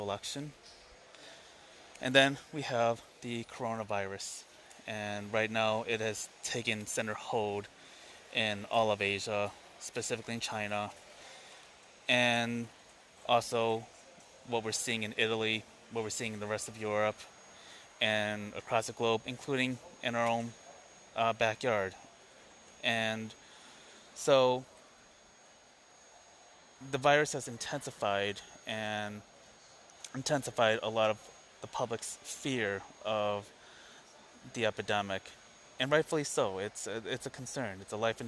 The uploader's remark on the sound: I decided to do an impromptu episode, breaking away from my normal podcast routine. Episode aired live from Chicago O'Hare airport as I'm preparing to leave for Los Angeles tonight.